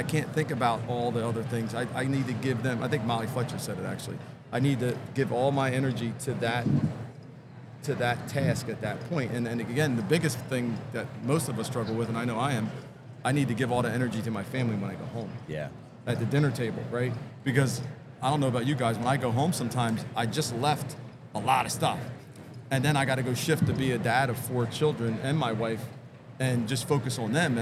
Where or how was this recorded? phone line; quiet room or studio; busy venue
busy venue